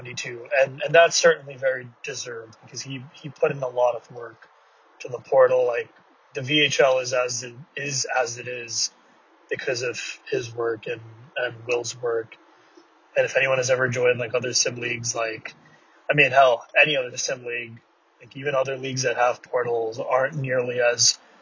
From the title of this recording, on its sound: VHL Awards Carcast